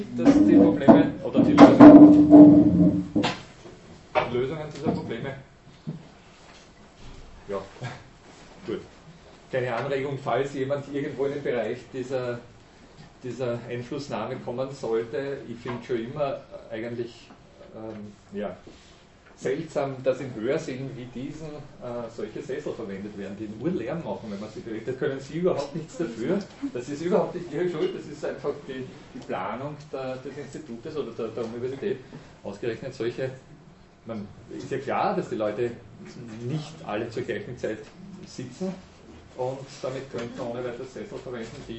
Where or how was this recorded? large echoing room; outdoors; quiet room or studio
large echoing room